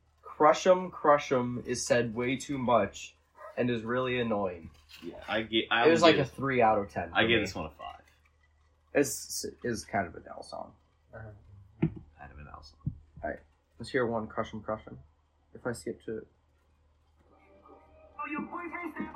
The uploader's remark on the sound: This episode was done at home over the summer, so the audio quality was not nearly as good as when I have a better studio to work.